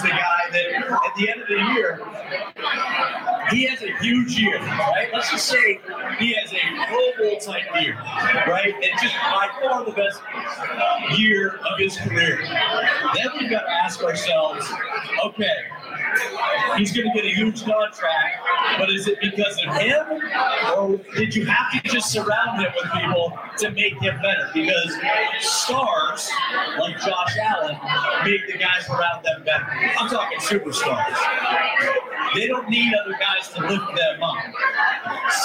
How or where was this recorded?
busy venue